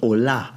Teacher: Da endet es mit dem offenen A.